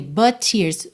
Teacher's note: o T de but, já liga no T de tears